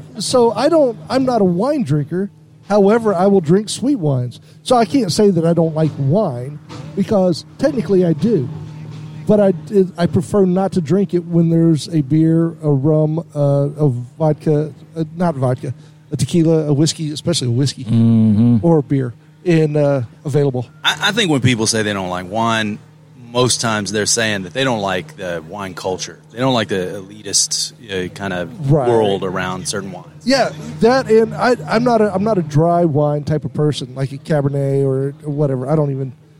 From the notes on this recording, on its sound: We go live at the Second Annual East West Beer Fest - an Austin-exclusive event where 10 local breweries bring their best east coast and west coast style IPAs.